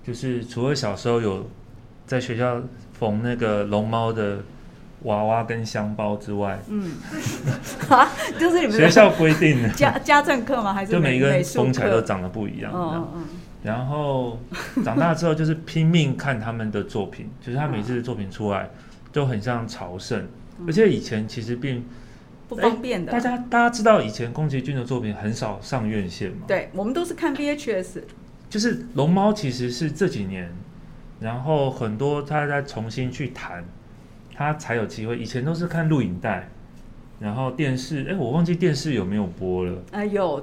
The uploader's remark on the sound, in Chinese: 本集節目在「Sidoli Radio小島裡」現場錄製